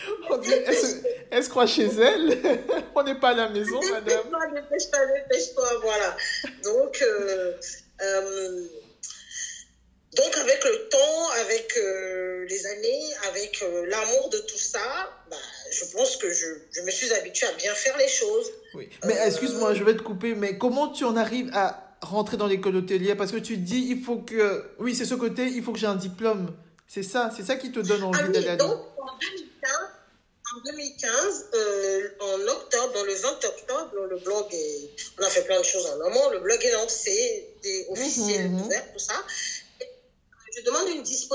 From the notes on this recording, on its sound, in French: Je tiens tout d'abord à m'excuser pour la qualité médiocre de cet enregistrement.